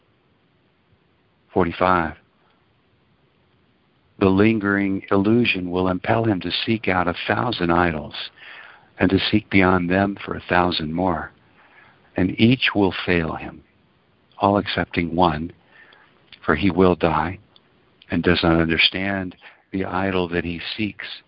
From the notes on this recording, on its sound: ACIM Daily TEXT Conference Call